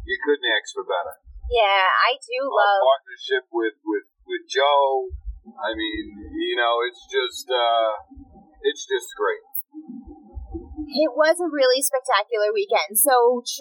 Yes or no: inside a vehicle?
yes